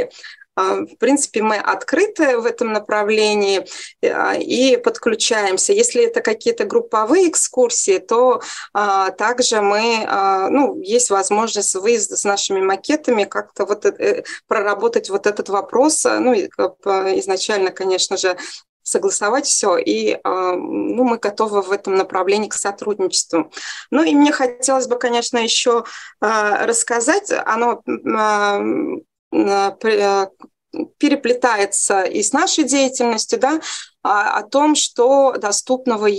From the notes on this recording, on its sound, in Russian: Видеозапись вебинара